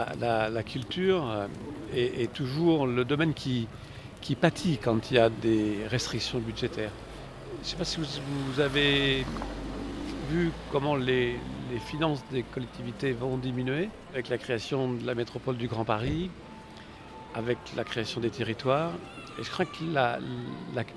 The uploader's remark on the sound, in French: Sur Radio Campus Paris 93.9 FM. Un micro-trottoir sur la vie culturelle à Noisy-Le-Grand.